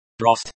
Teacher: the stress is on the first syllable, bro.